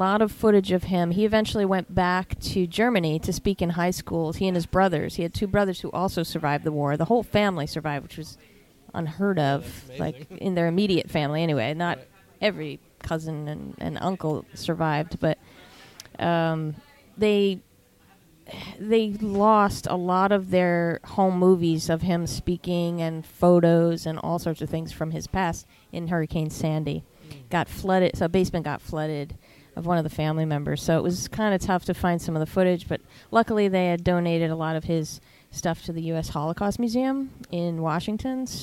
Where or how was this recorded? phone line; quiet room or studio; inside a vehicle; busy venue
busy venue